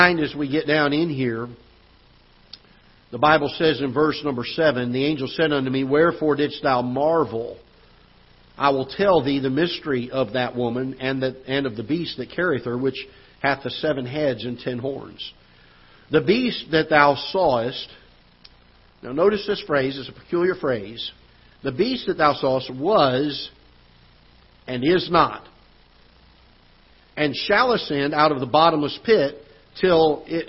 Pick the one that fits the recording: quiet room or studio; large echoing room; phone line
large echoing room